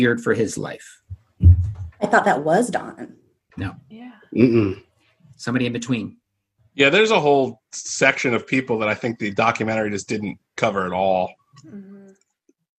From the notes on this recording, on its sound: This episode is the first of our live via zoom episodes. Crossroads Comedy Theater.